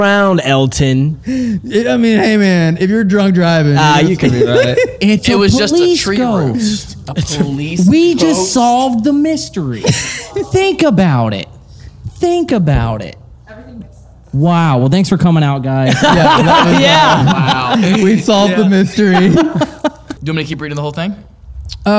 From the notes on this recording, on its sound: This episode was filmed in front of a live audience at the haunted Whaley House in San Diego on August 10, 2022. We hear true stories of past hauntings from our audience.